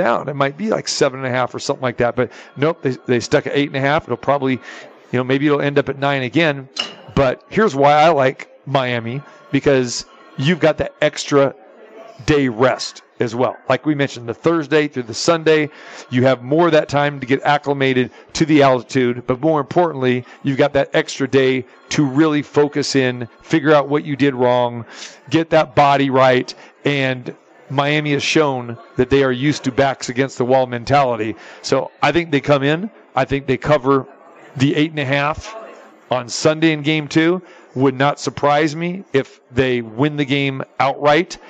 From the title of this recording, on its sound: Live from the Super Book at the Westgate Las Vegas